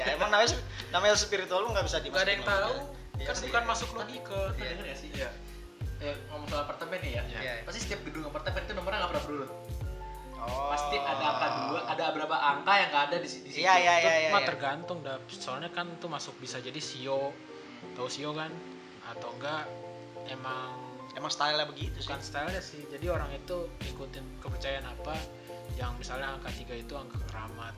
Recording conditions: background noise